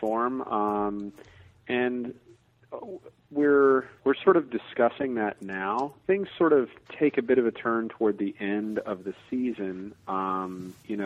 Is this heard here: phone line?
yes